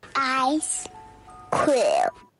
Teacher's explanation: she tends to play around with the vocal fry that she has